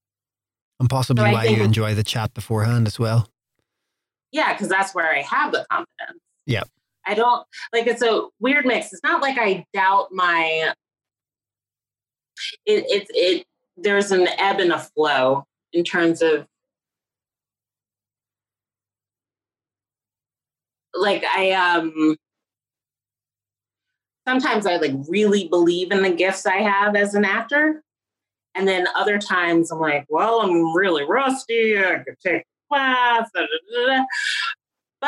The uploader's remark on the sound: Speaking during lockdown from her apartment in Manhattan. Recorded via Zoom, June 2020. Studio facilities provided by irishvoiceovers.co.uk.